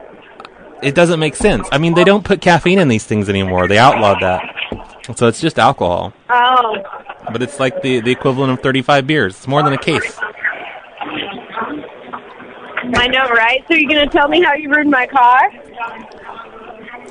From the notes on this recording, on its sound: Prank Phone Calls